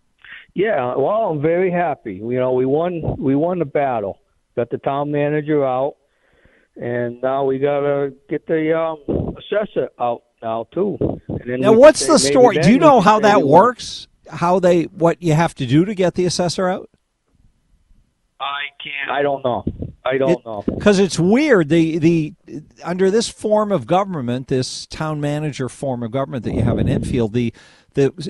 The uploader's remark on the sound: take some phone calls